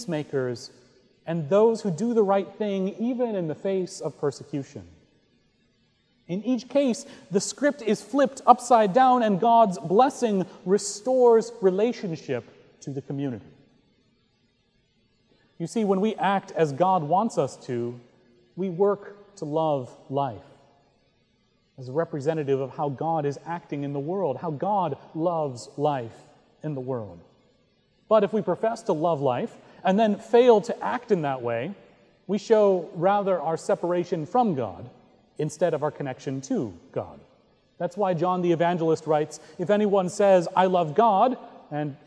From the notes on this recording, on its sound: Recorded November 5, 2017 at Trinity Presbyterian Church in Bixby, Okla.